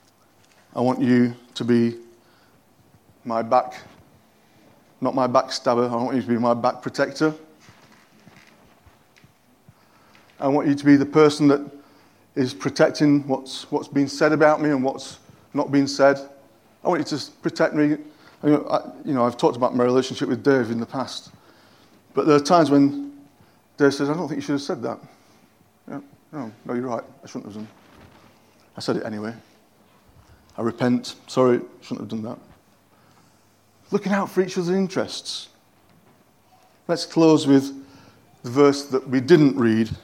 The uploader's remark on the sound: At King's Church, Cockermouth, as an audio file.